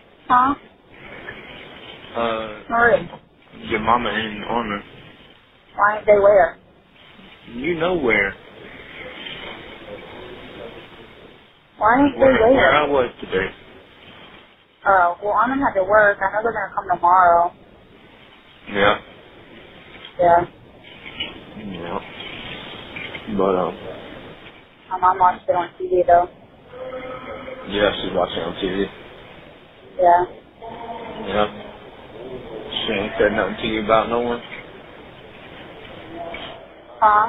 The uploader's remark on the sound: Jailhouse phone calls.